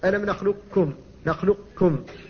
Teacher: إذا نطقت بها مدغمة فإنك إذا قلت مثلا ألم نخلقكم، نخلقكم، القاف لم تنطق بها لكن بقيت صفتها وهي الاستعلاء